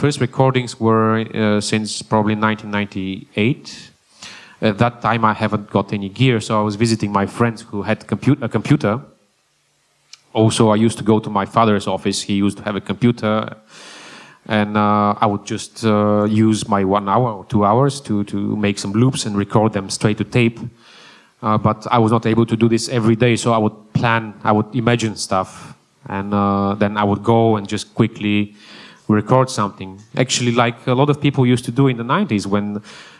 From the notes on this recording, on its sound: Recorded live at AVA Festival.